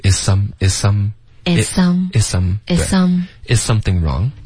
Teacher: 关键是前面这个 Is something 对连贯的连贯的发过去